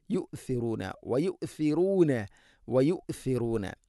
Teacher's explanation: മിമ്മ ഊതു വയുസിറൂന, വയുസിറൂന അല്ല, സ വളരെയധികം ശ്രദ്ധിക്കേണ്ട ഒരക്ഷരമാണ്, സ ഒരിക്കലും സീനാവരുത്, യുസിറൂന അല്ല, യുസിറൂന, വയുസിറൂന, വയുസിറൂന, സ ഉച്ചരിക്കുമ്പോഴും നാവിൻ്റെ അറ്റം അല്പം പുറത്തോട്ട്, മുൻപല്ലുകളുടെ ഇരുനിരകൾക്കിടയിലൂടെ അല്പം പുറത്തോട്ട് ദാലിനേക്കാൾ കൂടുതൽ വരണം